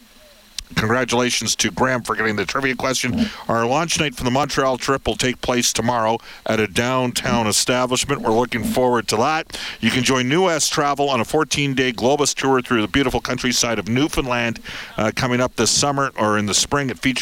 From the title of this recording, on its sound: Live from Rogers Place